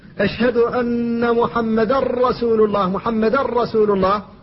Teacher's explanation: فالشهادتان فيهما الإدغام الخالص للنون في اللام وفي الراء